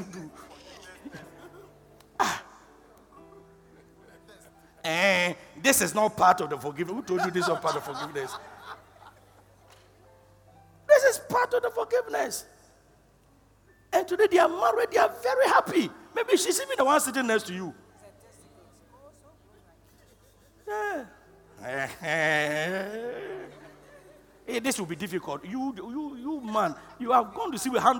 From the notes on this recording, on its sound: Preached at the Loyalty House International, Abbey-Dawenya